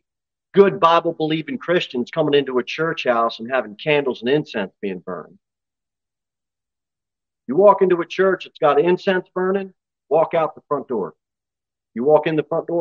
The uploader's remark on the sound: Sermon delivered at Pilgrim Baptist Church.